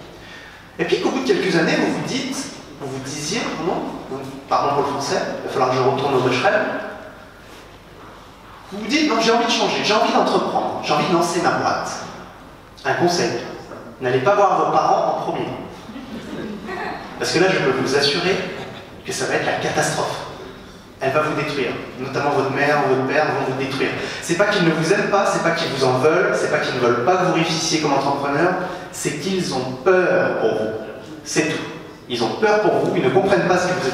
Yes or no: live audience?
yes